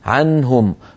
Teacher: عنهم فلا تطول النون · Term: إظهار